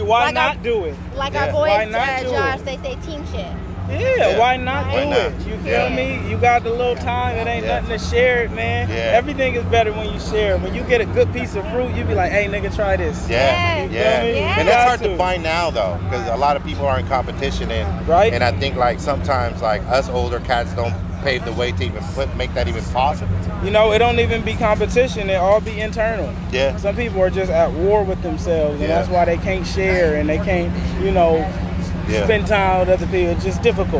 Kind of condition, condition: setting, outdoors